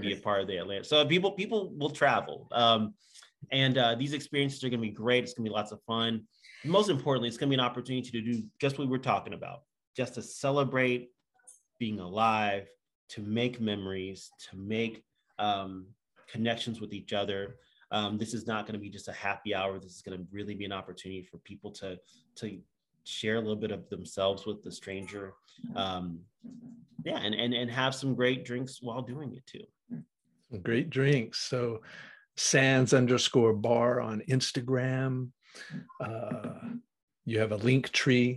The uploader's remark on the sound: From Raleigh, NC & Austin, TX on Zoom.